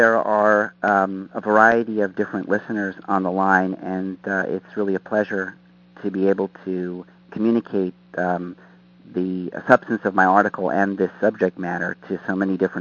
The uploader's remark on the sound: Author in the Room® Teleconference